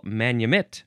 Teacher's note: Manumit is pronounced basically like I'm saying, the emphasis on the last syllable